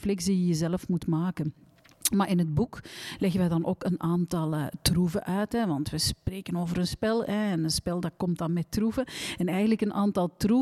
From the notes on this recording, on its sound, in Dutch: Live vanop Binnenkoppers